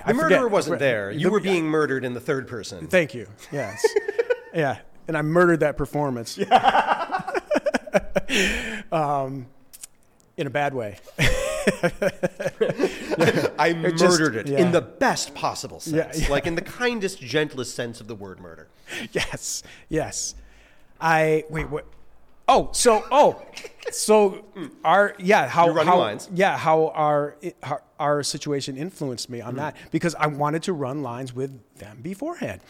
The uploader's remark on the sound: This episode of the Actorsphere Podcast was filmed LIVE FROM THE 2023 CASTING BUFFALO ACTOR EXPO.